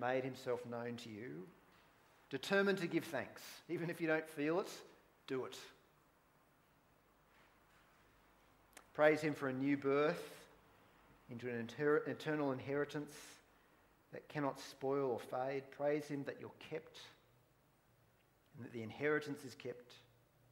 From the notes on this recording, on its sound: Preached at Wollongong Christian Reformed Church